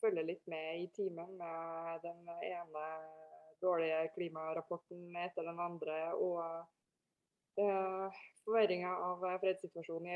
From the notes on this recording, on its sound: Live Zoom. I denne live-sendingen.